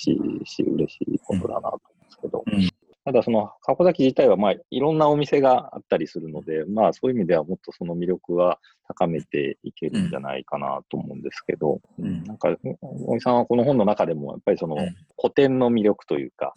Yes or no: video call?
yes